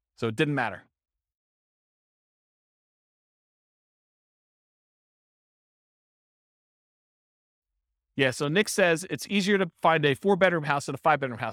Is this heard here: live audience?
yes